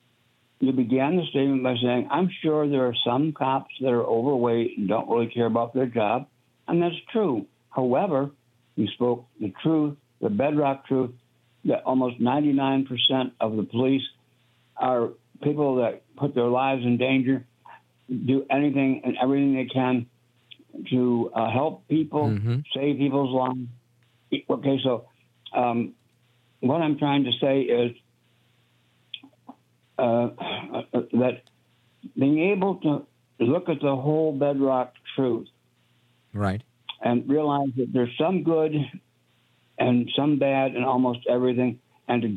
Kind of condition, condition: link, phone line